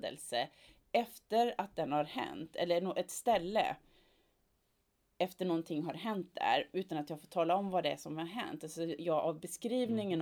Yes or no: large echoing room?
no